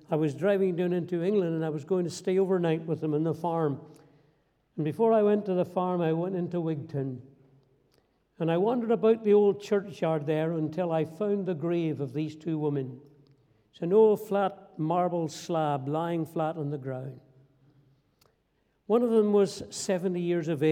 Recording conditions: large echoing room